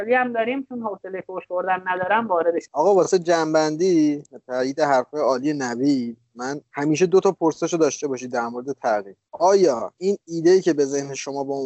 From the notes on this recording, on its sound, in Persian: ضبط اسکایپی جداگانه هر بخش از پادکست